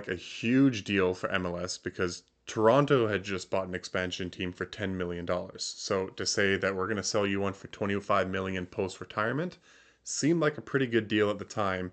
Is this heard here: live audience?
no